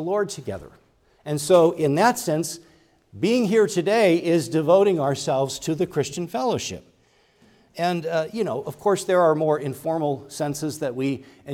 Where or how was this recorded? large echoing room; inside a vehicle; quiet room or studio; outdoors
large echoing room